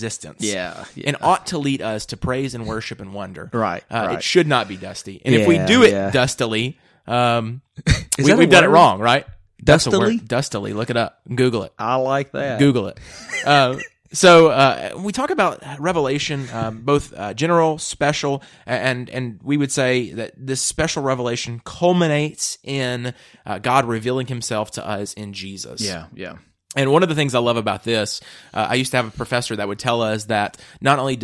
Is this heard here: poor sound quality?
no